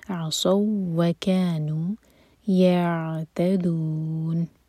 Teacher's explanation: صاد کو واو سے جوڑیں گے، واو اسٹرانگ پڑھا جائے گا اور صاد ہیوی. عصوا وکانوا یعتدون، ان میں مد عارض للسکون.